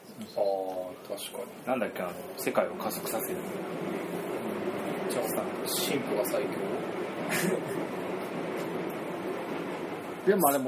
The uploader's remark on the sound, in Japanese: お酒を飲みながらの配信。雑音と雑な話になりますが